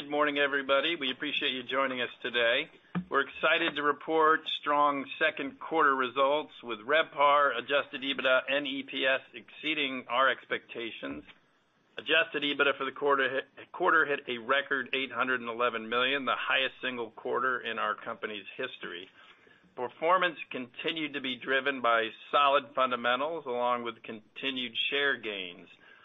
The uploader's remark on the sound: Q2 2023 Earnings Call